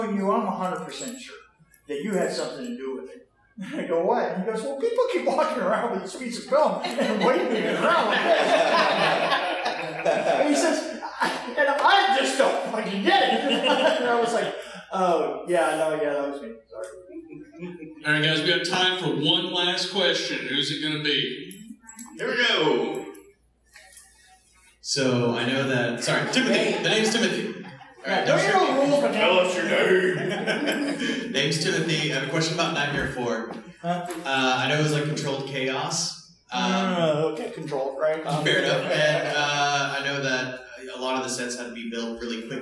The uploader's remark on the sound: Q&A Live from Bride of Frankencon